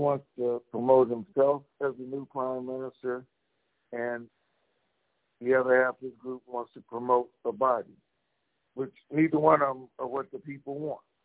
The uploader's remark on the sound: TNTSuperfantastic Conference Call